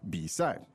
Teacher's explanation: Third tone and fourth tone